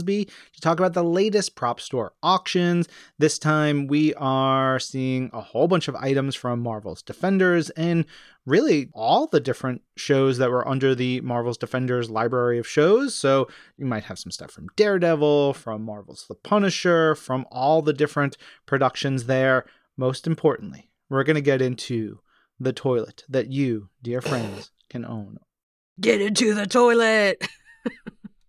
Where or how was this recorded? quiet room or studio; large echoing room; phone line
quiet room or studio